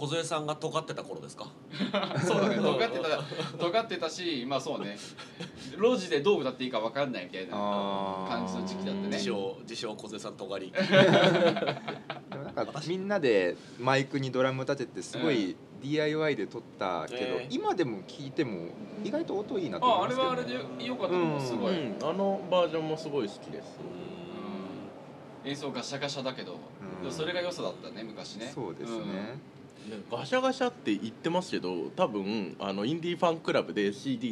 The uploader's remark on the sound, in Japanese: 屋外収録